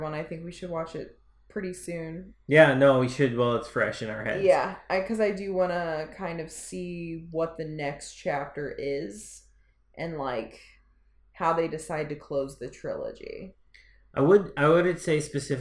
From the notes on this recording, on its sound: There are definitely mic issues once again, but you know, stoners set this damn thing up.